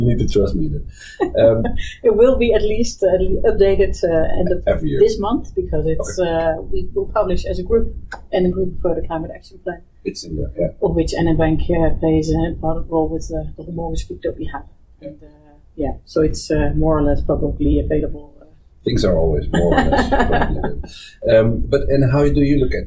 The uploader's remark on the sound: Due to some technical issues, the quality of the sound is not as good as you are used to from us.